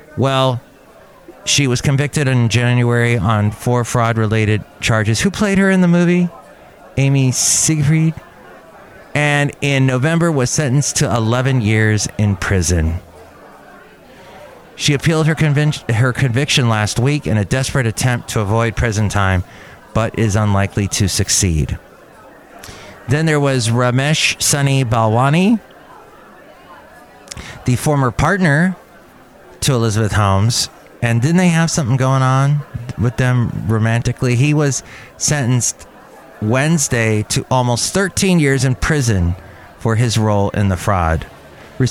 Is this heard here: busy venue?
yes